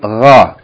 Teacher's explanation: It's from the letters of the throat, huruf al-halq, yani from the top part of the throat, closest to the mouth, along with the letter Kha, we have Gha. · Term: Ghain